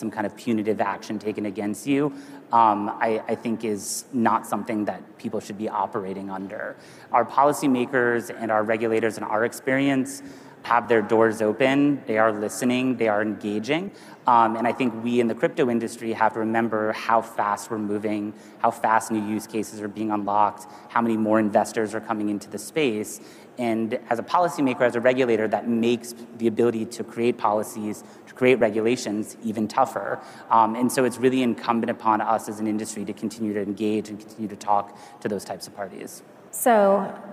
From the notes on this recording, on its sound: A Consensus 2023 panel